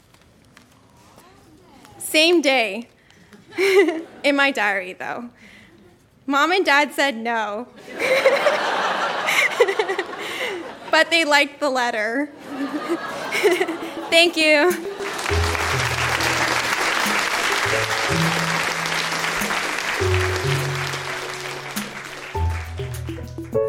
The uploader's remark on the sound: Recorded live at The Gladstone Theatre in Ottawa.